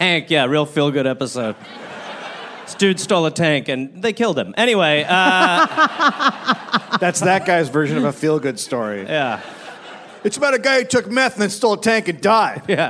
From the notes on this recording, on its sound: live in Brooklyn